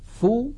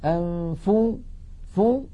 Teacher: فلما نقول فو لا أنفسكم لا يخرج مع هذه الفاء غنة، يعني لا نقول أنفو فو عندما ننطق الفاء لا ننطق معها غنة بل تبقى الغنة محصورة في الحرف الأول وهو النون · Shown in: first take